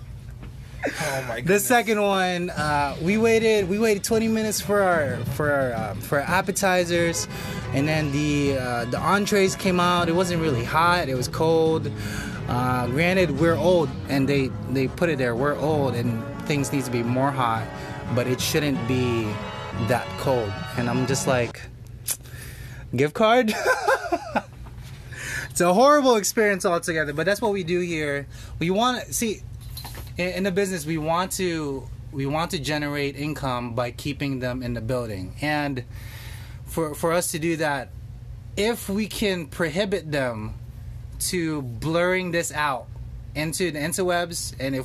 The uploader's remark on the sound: Monday Funday Ep 1 live in the restaurant.